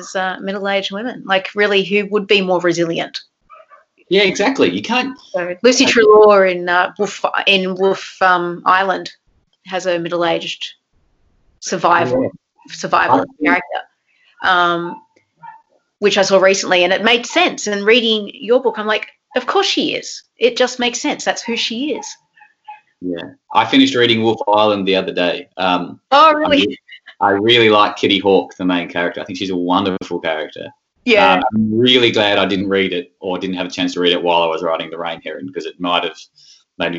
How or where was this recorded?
video call